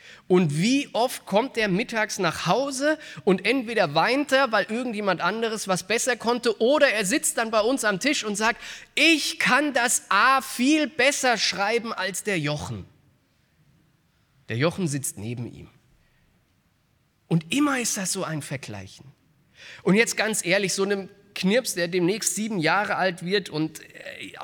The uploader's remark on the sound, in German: Aus dem Gottesdienst am Buß- und Bettag der Missionsberg-Gemeinde (LM).